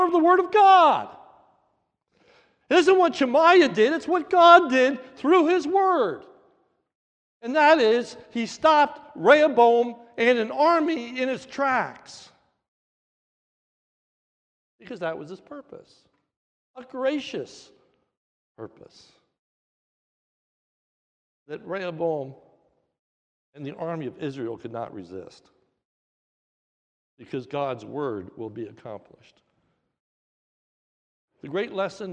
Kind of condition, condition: setting, large echoing room